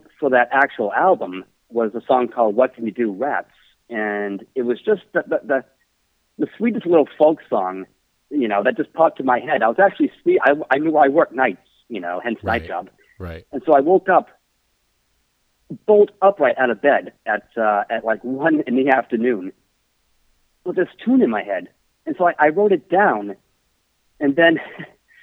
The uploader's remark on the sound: We had a phone call chat